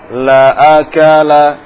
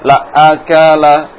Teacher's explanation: karena terburu-buru masuk makhraj huruf hamzah, jadi huruf hamzahnya seolah-olah bertasydid · Shown in: second take